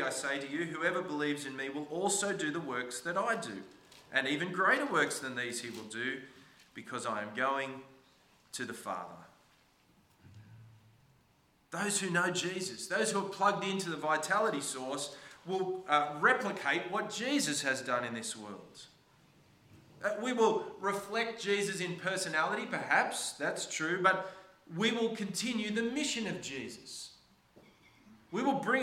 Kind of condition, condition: setting, large echoing room